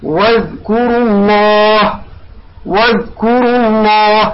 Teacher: لماذا فخمنا اللام؟ لأنه قبل اللام الضم. وإذا ننظر إلى اللام لفظ الجلالة، قبل مفتوح أو مضموم نفخم اللام، قبلها مكسور نرقق اللام.